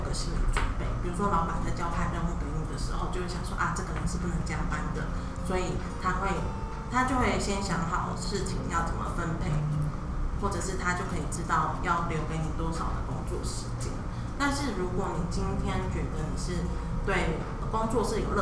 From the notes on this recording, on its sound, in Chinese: 錄製時天氣下雨打雷，很抱歉真的修不掉，請大家幫忙自動過濾背景音。